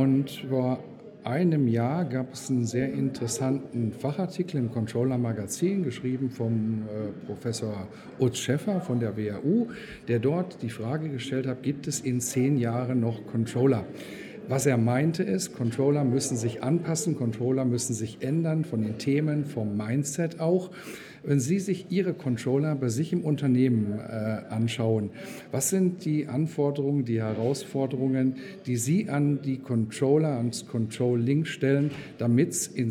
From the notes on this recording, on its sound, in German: Im Interview auf dem Congress der Controller 2019.